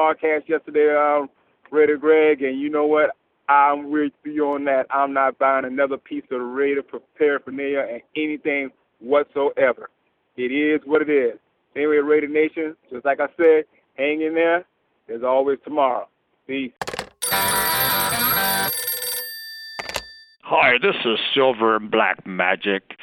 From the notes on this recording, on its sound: Raider Nation “Boneline” Call-in Segment